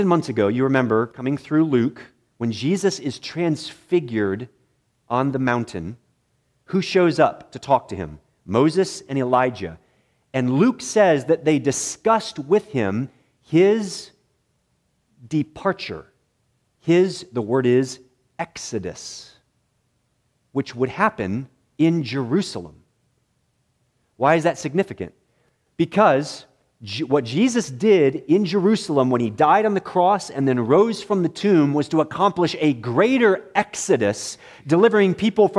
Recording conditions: large echoing room